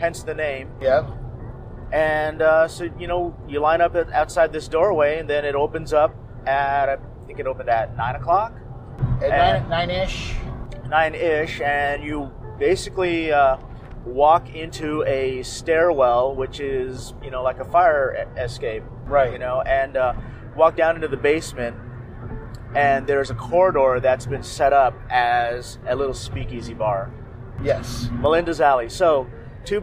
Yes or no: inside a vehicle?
yes